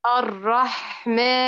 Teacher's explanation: في الحاء مثل السين تماما، أضعف اعتمادك حتى يجري صوتها، وهات البحة، بحة الحاء. الرحمن. أي الرح، اجعليها أطول من الراء.